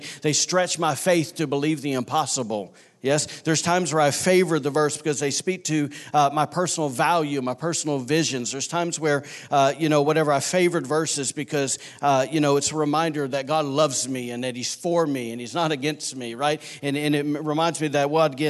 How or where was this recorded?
large echoing room